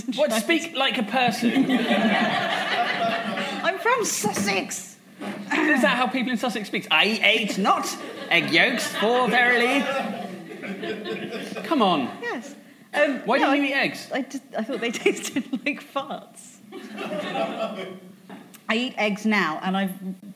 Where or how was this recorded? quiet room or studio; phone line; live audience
live audience